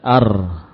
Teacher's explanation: huruf ra akan kita baca dengan munculnya getaran di ujungnya, ya. Coba kita baca ar, ya, mudah sekali bergetar ujung lidah kita, ya, ujung lidah kita bergetar, ya, tanpa niat pun akan begitu muncul, ya, akan muncul begitu saja ar, ya. · Term: sifat takrir